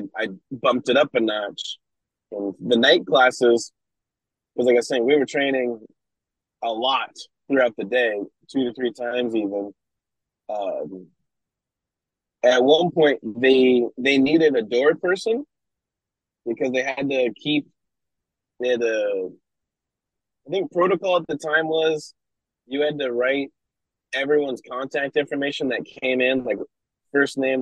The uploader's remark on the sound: There are some audio glitches during this as the connection up in the PNW wasn't the best. Was en route to a show.